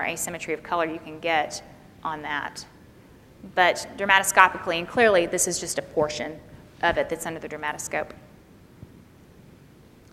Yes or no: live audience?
yes